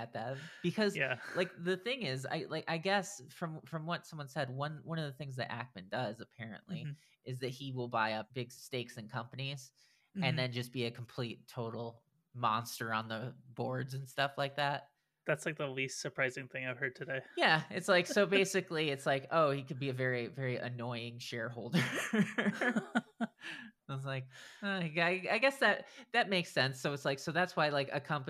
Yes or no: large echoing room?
no